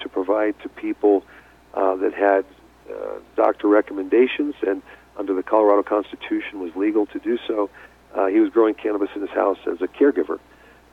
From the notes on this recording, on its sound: called in to SmallCapVoice.